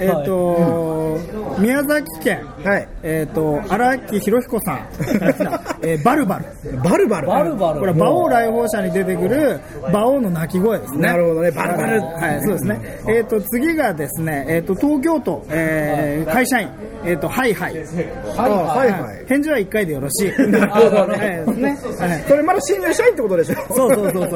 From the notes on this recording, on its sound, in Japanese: 公開収録となりました